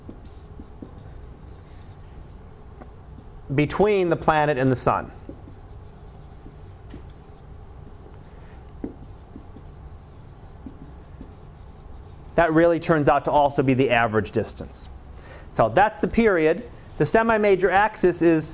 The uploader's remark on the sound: Live Class Lecture